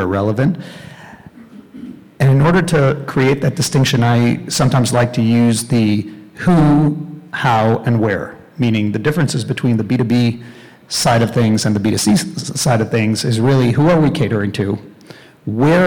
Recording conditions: live audience